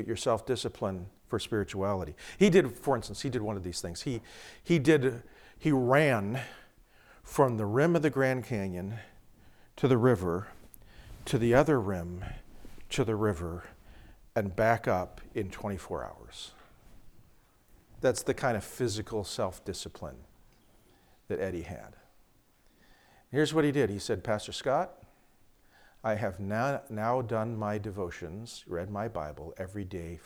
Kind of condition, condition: setting, large echoing room